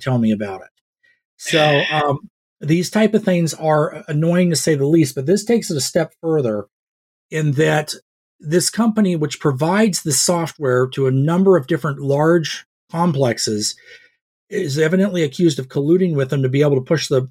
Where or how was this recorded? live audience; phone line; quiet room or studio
quiet room or studio